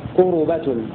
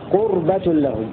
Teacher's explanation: روى ورش بضم الراء في لفظ قربة لهم، قربة. وقرأ الباقون بسكون الراء